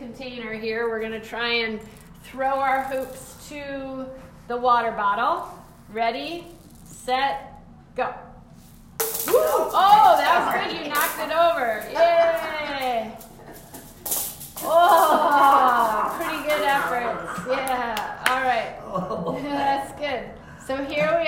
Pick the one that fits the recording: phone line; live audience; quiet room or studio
live audience